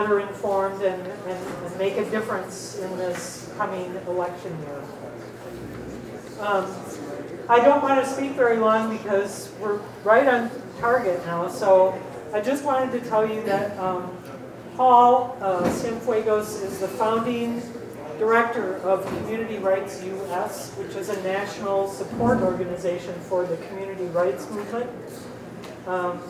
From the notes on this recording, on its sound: the Keynote Speech at Progresstival in La Crosse, Wisconsin